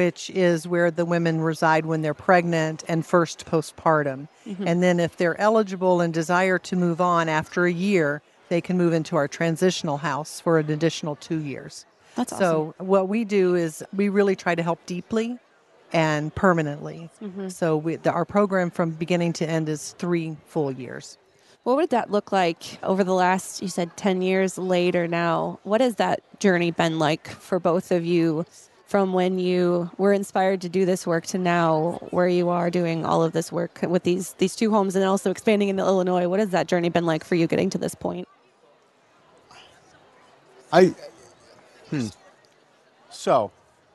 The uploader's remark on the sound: live at the 2023 LWML National Convention